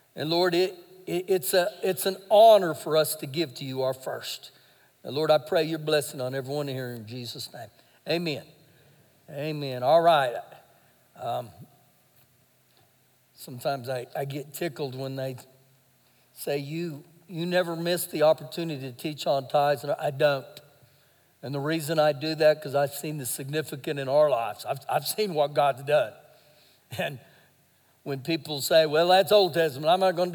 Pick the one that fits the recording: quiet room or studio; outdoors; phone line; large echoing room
large echoing room